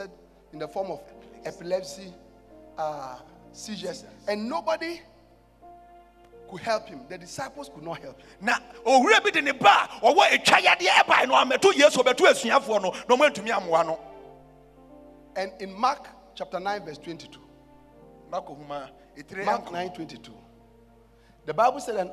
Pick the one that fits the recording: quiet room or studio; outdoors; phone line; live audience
live audience